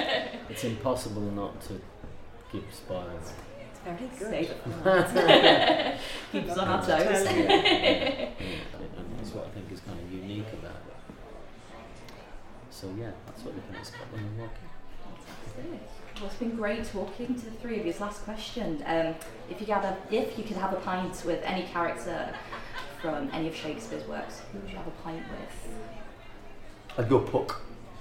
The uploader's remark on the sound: Just a heads up this episode was recorded a few weeks ago during rehearsals. We recorded this podcast at the mermaid tavern in Prescot which is newly opened and just round the corner from the playhouse.